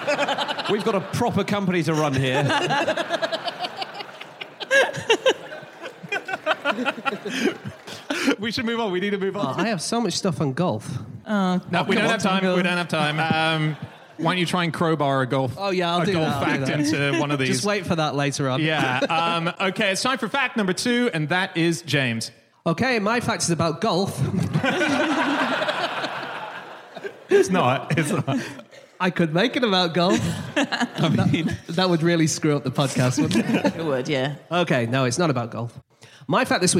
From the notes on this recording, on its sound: Live from Leicester